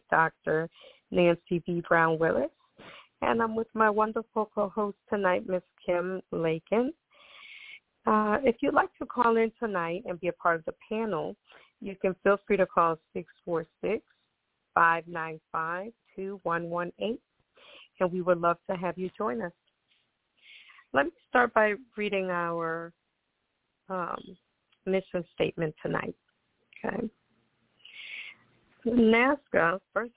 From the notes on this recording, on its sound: Those who call in will form a panel